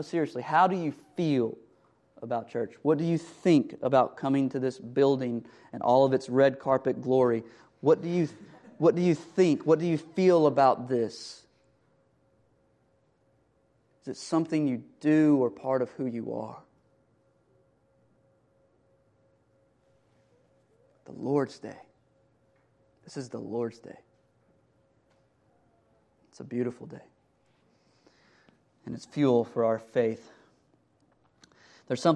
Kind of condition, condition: setting, large echoing room